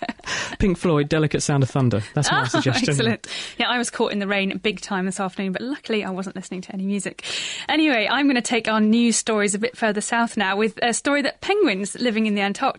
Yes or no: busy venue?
no